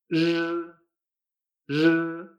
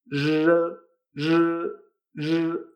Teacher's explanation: Porque aunque los chinos tienen la R en su vocabulario, no se pronuncia con esta vibración. Se pronuncia como una vibración más suave, ¿eh? como una R francesa, dicen algunos, como a veces como el sonido que hace una, maquinilla de afeitar.